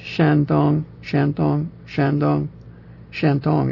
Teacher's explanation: It's two even-pitched syllables.